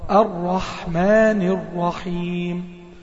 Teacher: تحاول تفخم الراء على قد ما تقدر